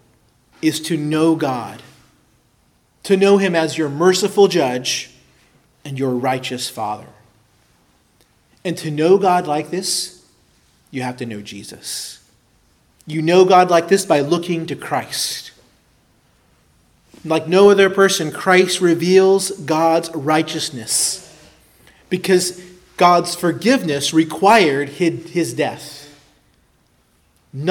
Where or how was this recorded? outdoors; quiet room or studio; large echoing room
large echoing room